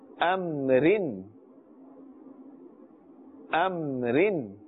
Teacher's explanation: the raw has a kasratain, which means two kasras, and therefore we are pronouncing this with a thin tone, a flat tone